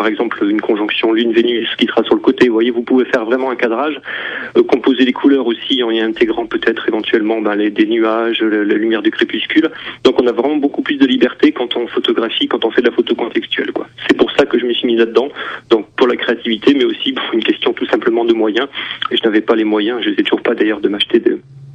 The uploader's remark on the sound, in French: Photographe (par téléphone)